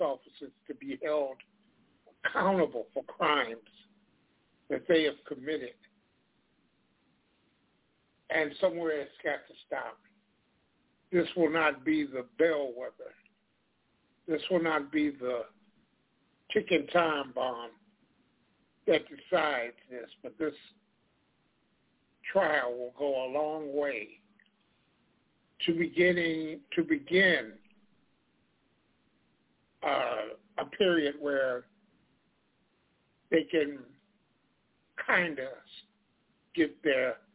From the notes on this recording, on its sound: Live & Call-In